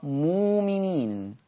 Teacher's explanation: عندنا كلمة مؤمنين، مؤمنين تبدل الهمزة الساكنة بواو مادية لأنها قبلها حرف الميم